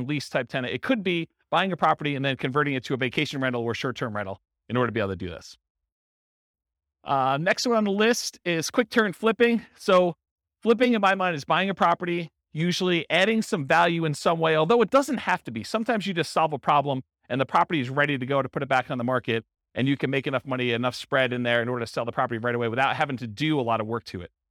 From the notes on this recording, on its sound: This was a live class recorded